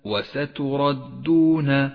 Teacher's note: الراء في كلمة وستردون وستردون راء مفخمة لأنها جاءت مفتوحة